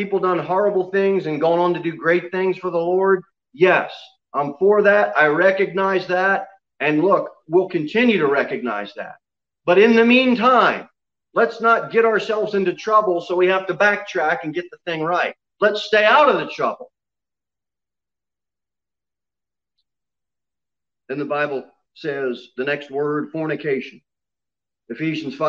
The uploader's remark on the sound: Sermon delivered at Pilgrim Baptist Church on Sunday, April 18, 2021, at 11:15 am. Jere Whitson Rd.